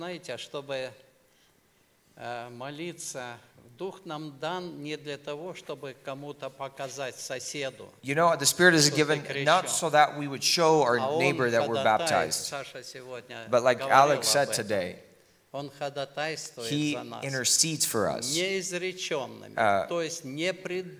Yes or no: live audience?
yes